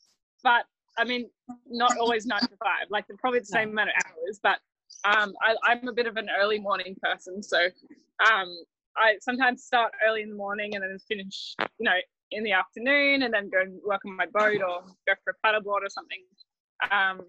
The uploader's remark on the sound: Talk over the phone with the contemporary artist.